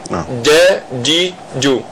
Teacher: الجيم حرف شديد ليس معطش ولا بالجيم العامية